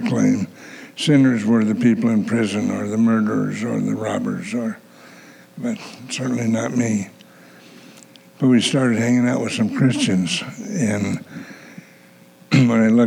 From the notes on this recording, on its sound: the gospel preached at our church on Sunday